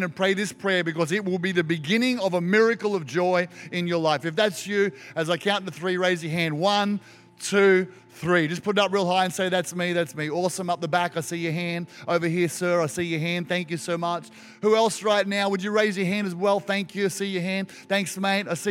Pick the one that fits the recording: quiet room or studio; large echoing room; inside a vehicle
large echoing room